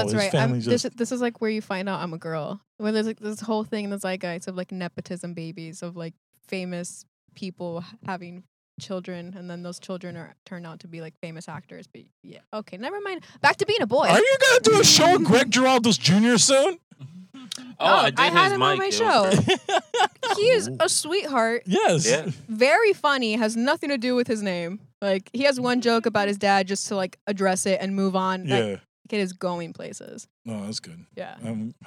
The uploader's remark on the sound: We are in the car. Recorded at Thank You Miami.